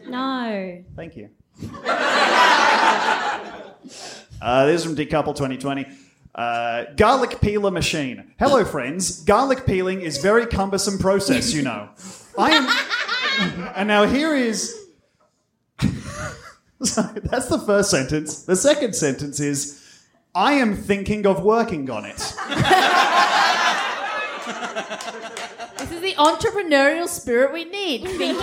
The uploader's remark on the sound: Bst LIVE at the vanguard 2020. We did a live episode!